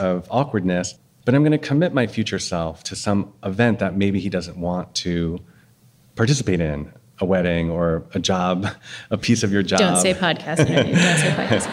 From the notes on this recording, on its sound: LIVE from Boston. Talking before a live audience in Somerville, MA.